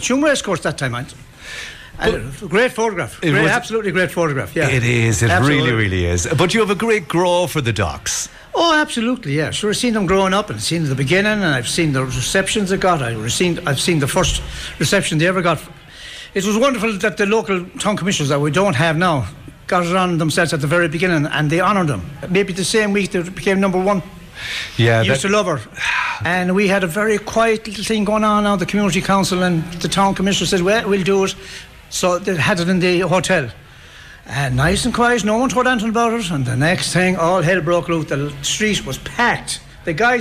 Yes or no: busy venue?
yes